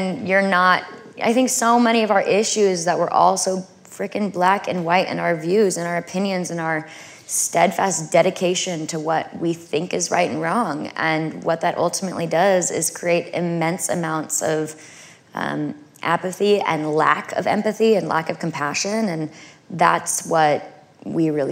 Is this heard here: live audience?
yes